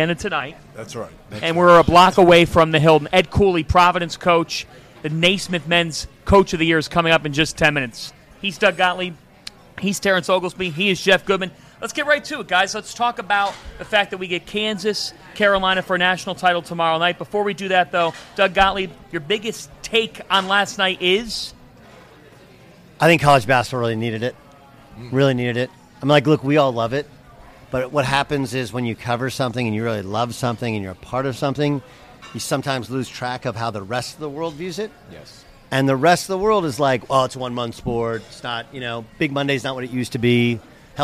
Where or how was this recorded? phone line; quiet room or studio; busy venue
busy venue